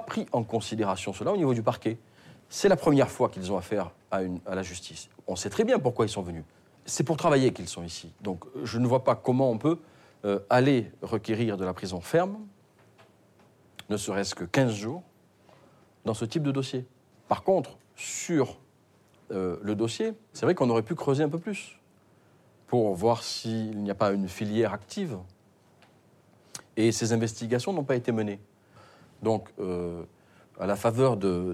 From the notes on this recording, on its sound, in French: Exceptionnellement, l’enregistrement des audiences que vous allez entendre a été autorisé. Adapté de la série documentaire audiovisuelle « En direct du tribunal ».